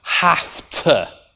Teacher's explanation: So you've got a sort of phonological assimilation process going on here. This F consonant is assimilated, it becomes unvoiced in proximity to this T, which is also unvoiced. So that's where you get this have to.